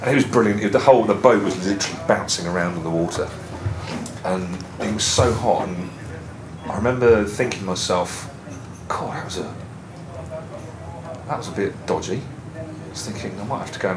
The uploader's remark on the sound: Station H - Live at Brighton Music Conference 2019. After finding a corner in a somewhat noisy ante-room off the main conference drag (with staff coming and going throughout).